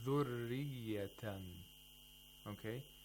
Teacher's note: The ra is مُشَدَّد and also has a kasra. It has to be pronounced with تَرْقِيق